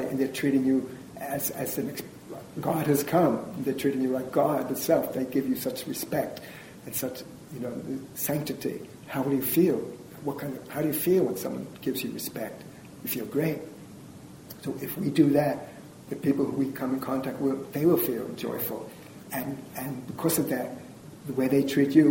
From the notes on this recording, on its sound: This is a recording of a lecture. At the Unitarian Church in Greensboro, North Carolina.